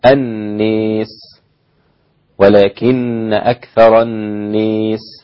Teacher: الناس في الموضعين مجرورة أي مكسورة، فتمال عند الدوري عن أبي عمرو